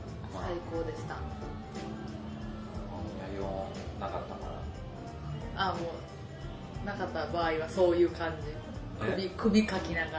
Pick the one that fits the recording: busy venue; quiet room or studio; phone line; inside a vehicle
busy venue